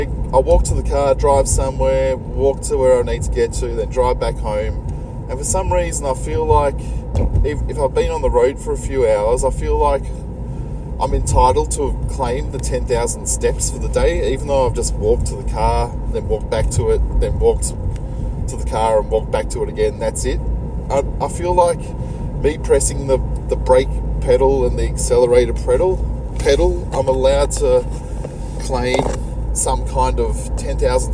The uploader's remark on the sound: Recorded in walking Collingwood streets, alleys and Preston Market, Melbourne.